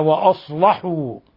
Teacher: ورش فخم اللامات بعد حروف الاستعلاء، بعد الحروف المفخمة الصاد والطاء والضاد والضاء.